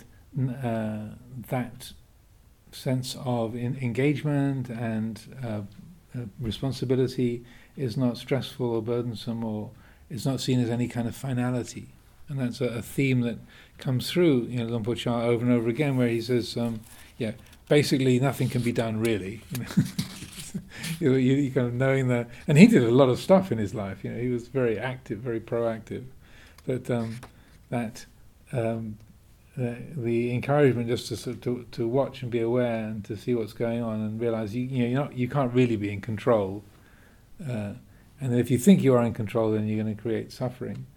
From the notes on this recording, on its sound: at the Winter Retreat 2023, in January and March, at Amaravati Buddhist Monaster, UK